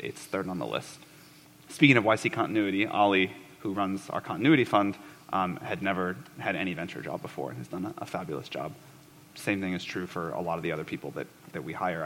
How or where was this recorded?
busy venue